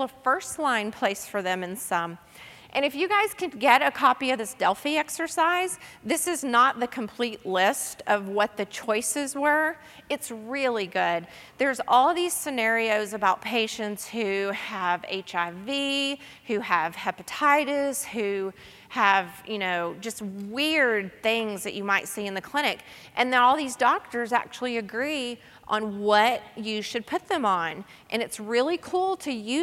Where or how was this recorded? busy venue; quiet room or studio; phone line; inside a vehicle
busy venue